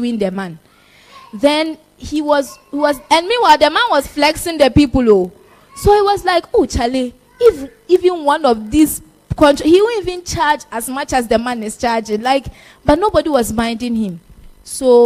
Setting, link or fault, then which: setting, live audience